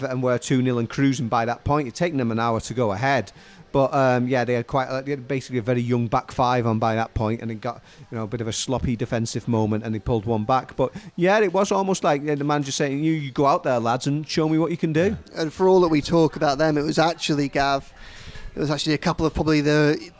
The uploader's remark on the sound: at Lovelock's Coffee Shop